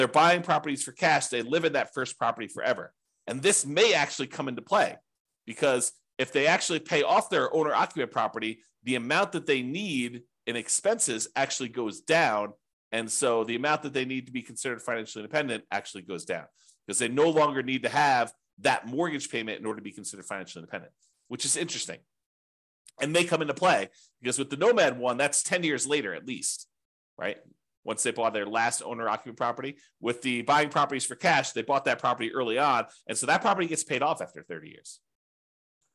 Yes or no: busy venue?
no